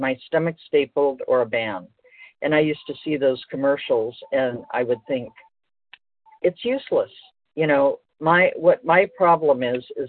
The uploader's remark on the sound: 100 Pounders Phone Meeting.